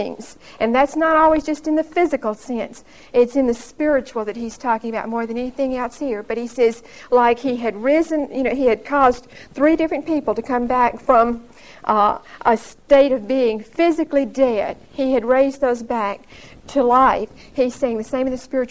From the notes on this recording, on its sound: Recorded 9/16/1975 at Whitesburg Baptist Church.